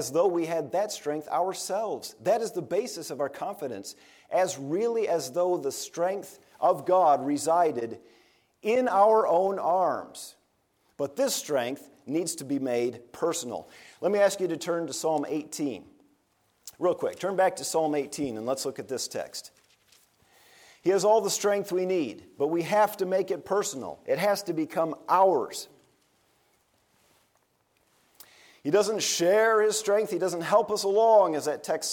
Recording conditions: large echoing room